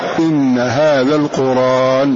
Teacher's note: فنقلنا حركة الهمزة إلى الساكن قبله وحذفنا الهمزة فقلنا القرآن. · Term: نقل حركة الهمزة